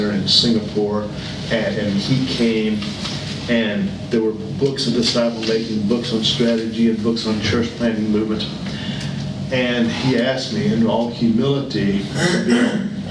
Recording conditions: live audience